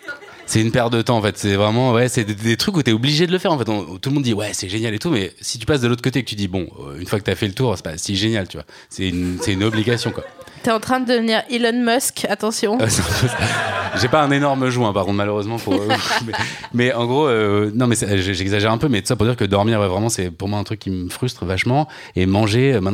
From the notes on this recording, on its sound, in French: Cet épisode a été enregistré le 13 avril 2019 à La Nouvelle Seine (3 Quai de Montebello, Paris 5e)